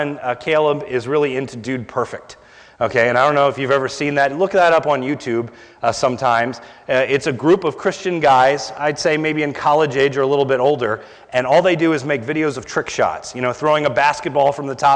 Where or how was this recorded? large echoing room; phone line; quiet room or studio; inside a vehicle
large echoing room